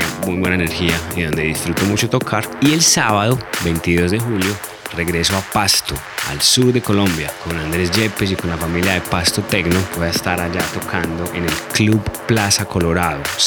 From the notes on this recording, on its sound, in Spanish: Grabado el 1 de julio 2023 en Bar Americas (Guadalajara, Mex)